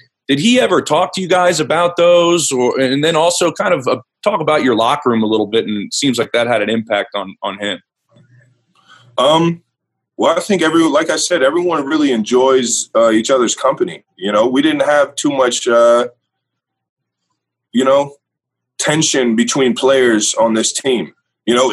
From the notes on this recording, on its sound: Hear the Zoom conference calls